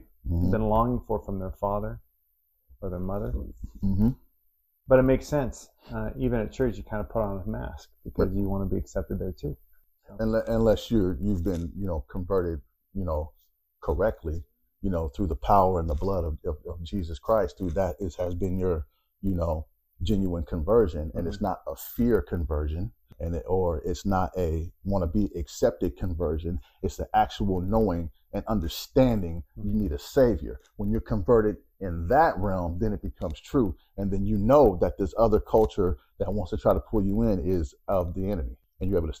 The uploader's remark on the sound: The sound within this episode does have a little interference due to a bad microphone.